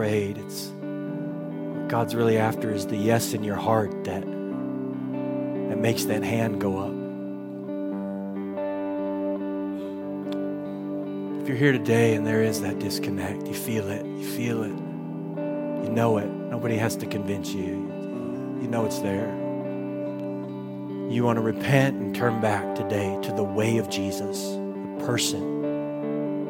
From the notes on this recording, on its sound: Recorded at Hope Church in Springfield, MO.